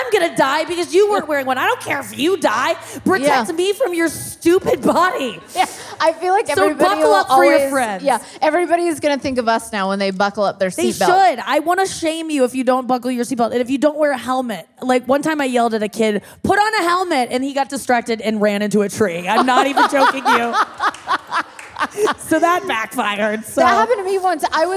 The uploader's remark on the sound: The Talkhouse Podcast team is back from Life Is Beautiful Fest in Las Vegas. Today’s show was recorded at Life Is Beautiful. At Hook and Fade Studios in Brooklyn.